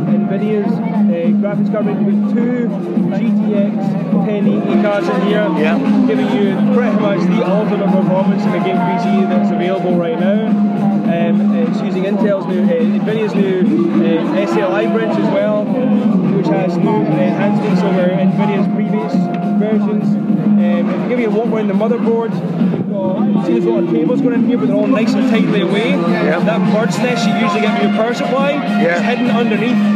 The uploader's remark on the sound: As this was recorded at a live event you will hear some background noise.